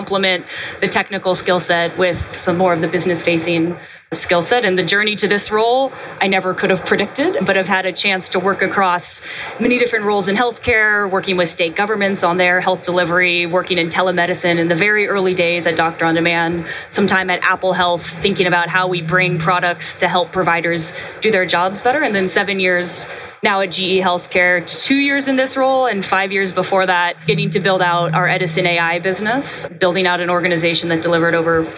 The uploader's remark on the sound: Live from the GE HealthCare booth at HIMSS.